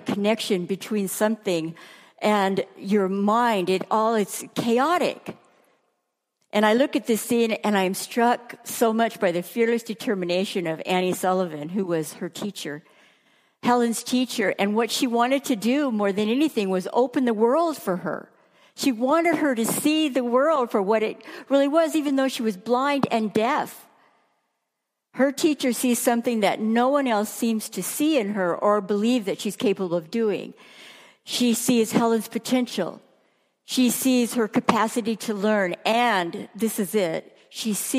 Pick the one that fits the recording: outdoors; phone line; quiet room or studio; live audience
live audience